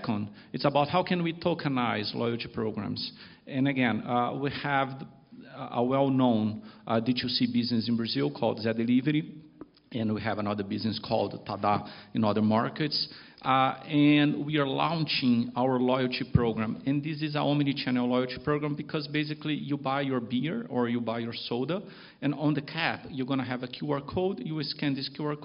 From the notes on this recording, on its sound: This week’s podcast is a recording of a panel. At Digital Finance Brasil last month at the University of São Paulo.